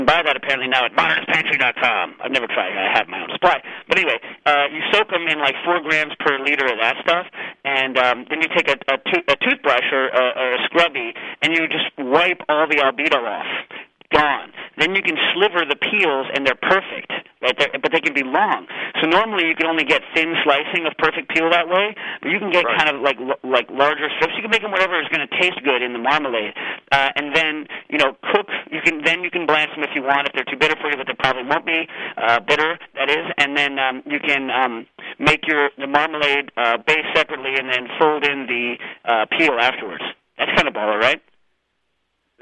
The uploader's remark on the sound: This week’s holiday episode of Cooking Issues is hosted remotely by phone.